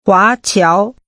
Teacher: Using two rising tones, say, overseas Chinese.